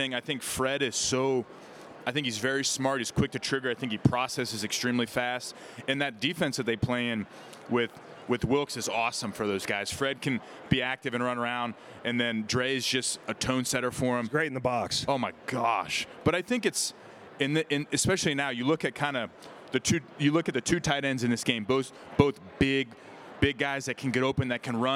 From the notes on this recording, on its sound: Day 2 at SB LVIII Radio Row. Throughout the show, you'll also hear plenty of shoutouts to guys that rolled by us on radio row.